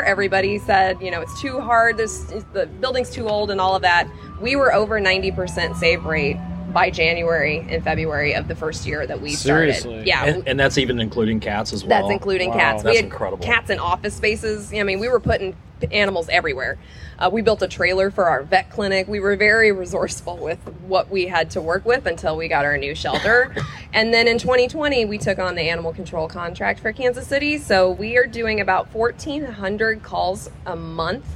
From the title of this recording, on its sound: LIVE! from Boulevardia Festival 2023